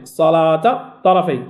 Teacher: ادغمت التاء في الطاء · Term: ادغام كبير